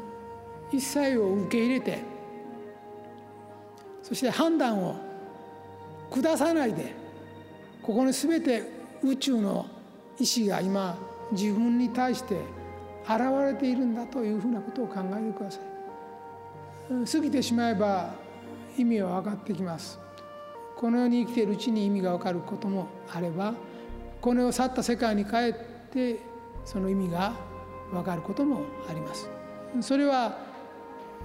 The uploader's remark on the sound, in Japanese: 富山県で行った公開録音の模様と共にお送りします。会場のみなさんの反応も楽しみながら、お聴きください。